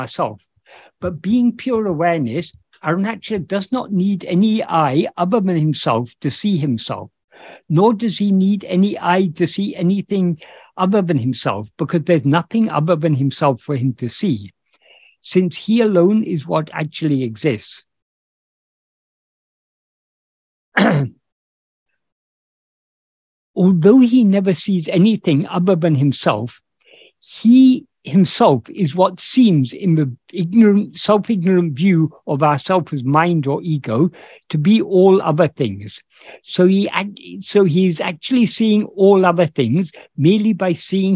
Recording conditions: video call